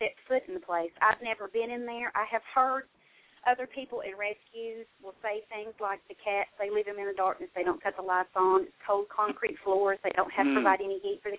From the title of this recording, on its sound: Call